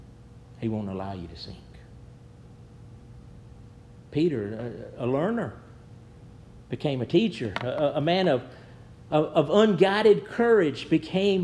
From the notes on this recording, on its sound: Preached at New Hope Baptist Church